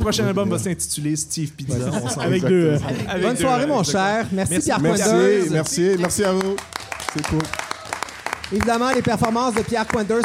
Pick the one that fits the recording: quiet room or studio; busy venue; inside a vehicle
busy venue